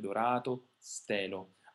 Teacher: È una A molto rilassata, molto lunga · Term: vocali lunghe